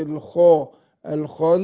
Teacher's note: يقول من شر الوسواس الخناس، هنا بفخم الخاء، أقول الخو الخن، والنون مشددة هتاخد غنة حركتين